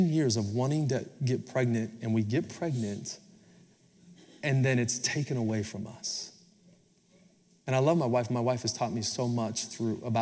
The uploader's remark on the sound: Recorded Live at Capital Church in Meridian, Idaho